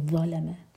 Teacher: ضا کے لیے ہماری زبان اوپر والے دانتوں کو ٹچ کرے گی اور پیچھے سے زبان اوپر اٹھے گی اور منہ بھر کر پڑھا جائے گا